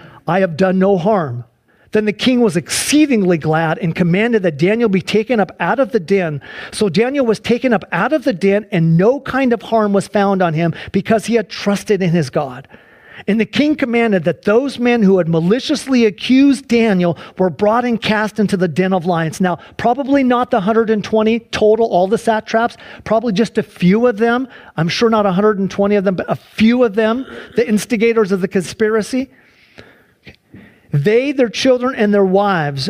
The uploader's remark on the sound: Sunday church service livestream